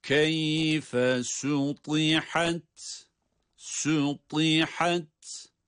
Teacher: Buradaki ta'nın hususiyle kalın olmasına özen gösteriyoruz